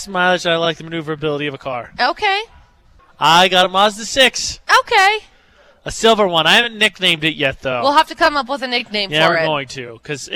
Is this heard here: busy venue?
yes